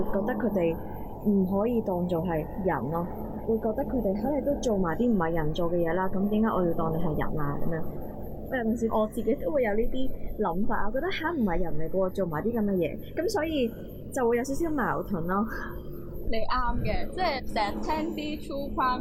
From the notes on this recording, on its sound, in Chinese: 今集又出現咗技術問題同收音環境有啲嘈，後期處理都冇辦法完全清乾淨。要等我哋有錢買咪先解決到。